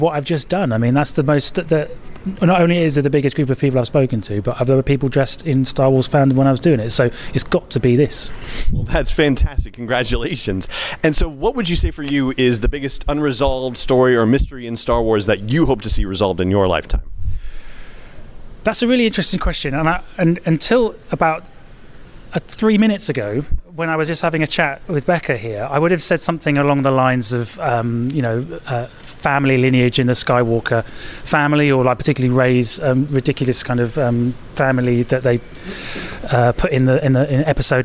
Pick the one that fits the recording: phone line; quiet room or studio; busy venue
busy venue